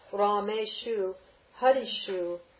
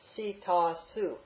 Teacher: The sa, when it's preceded by any vowel except an or a, changes to sha. · Shown in: first take · So because Rama becomes Rame, then you get Rame shu.